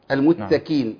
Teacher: ما تخافش انك تقع، كله بيخاف ان هو ينزل بالقاف الى ادنى مراتب التفخيم، خايف لحسن يبدلها بالكاف. المتقين.